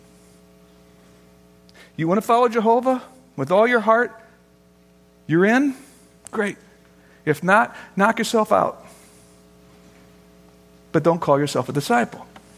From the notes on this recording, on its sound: Originally recorded on June 9, 2013, at Fellowship Missionary Church, Fort Wayne, IN.